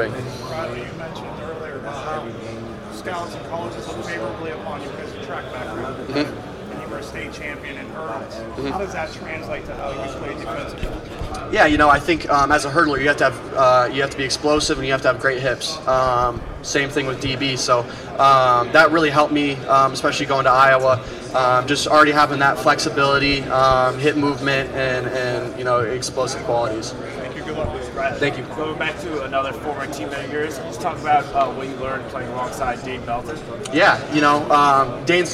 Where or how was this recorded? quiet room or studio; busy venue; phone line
busy venue